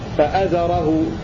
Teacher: واقصر فآزره ملا، أي روى ابن ذكوان بحذف الألف التي بعد الهمزة فيه فآزره، فيرويها فأزره بدون مد بعد الهمزة